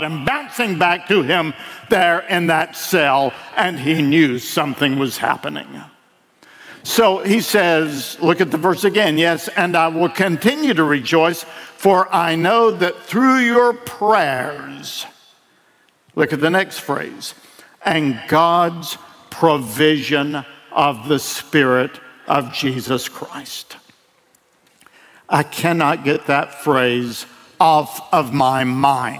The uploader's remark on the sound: delivered at World Outreach Church in Murfreesboro, TN